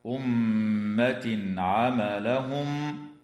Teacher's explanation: ويظهر التنوين عند العين